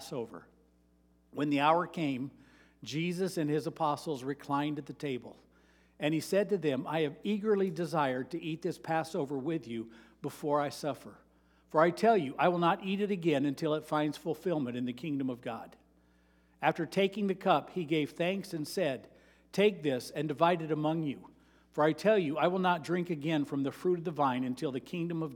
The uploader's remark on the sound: Sermon preached on Mary 21, 2023 at Avondale Baptist Church